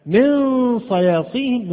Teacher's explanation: نلاحظ أن هذا الإخفاء فيه بعض الغلظة